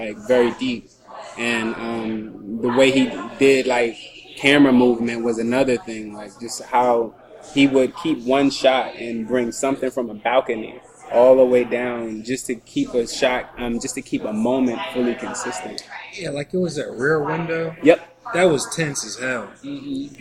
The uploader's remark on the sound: Middle Coast Film Festival 2018. This was recorded live in a noisy room, so be warned. Please suffer through the inferior quality.